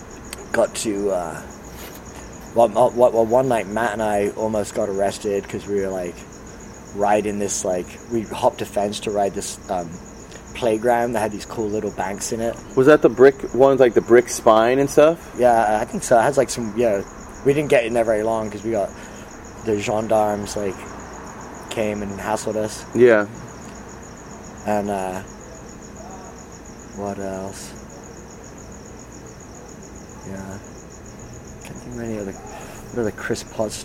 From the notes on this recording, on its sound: sat outside his shop 'Hunt & Gather' in San Diego